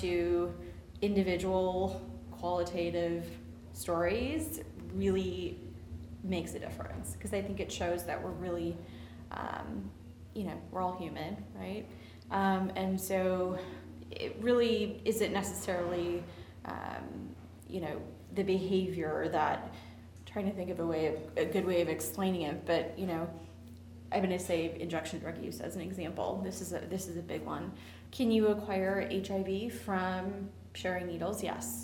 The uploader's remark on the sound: Live From STD Engage